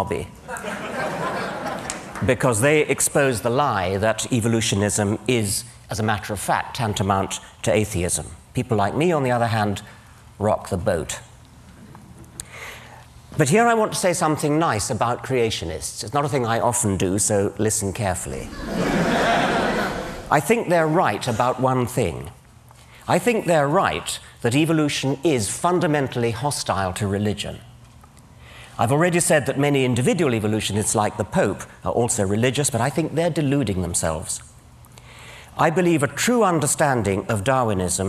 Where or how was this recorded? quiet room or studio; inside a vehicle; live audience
live audience